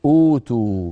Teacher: السطر الثاني أؤتو تبدل الهمزة الثانية واوا فتصير أوتو